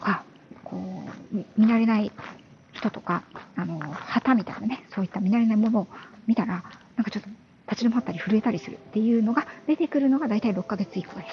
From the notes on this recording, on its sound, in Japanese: 歩きながらの収録のため、雑音多めですみません